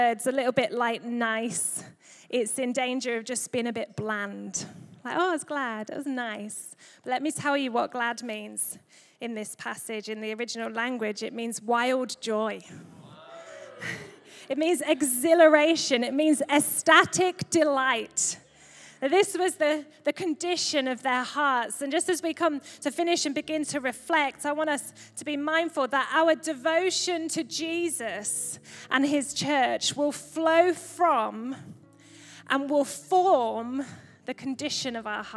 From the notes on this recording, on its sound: Recorded live at Life Church on the 12th November 2023.